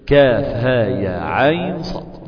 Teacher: ساكن أتى بعد حرف لين بسبب سكونه ووقوعه بعد حرف لين أنا أعطيته توسط 4 حركات · Term: التوسط